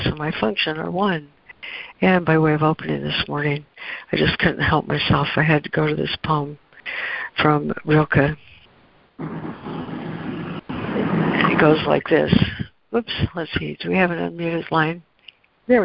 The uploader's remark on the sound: ACIM Daily Conference Call